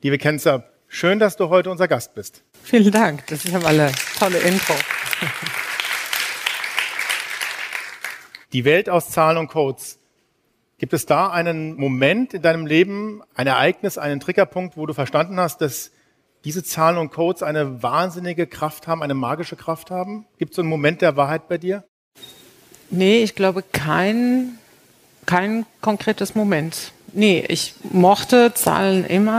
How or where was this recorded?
busy venue